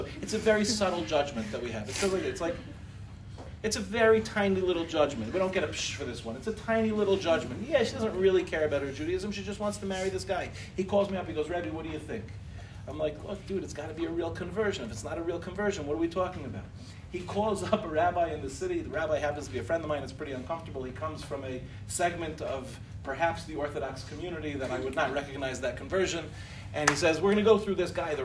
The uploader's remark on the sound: In this shiur, delivered in Michlala